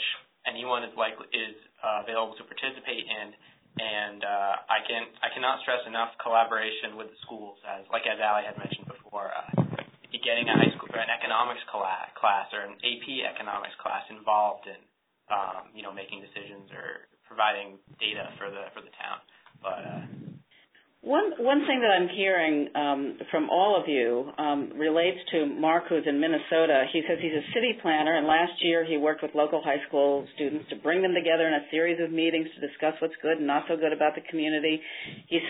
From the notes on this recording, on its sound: On this call recording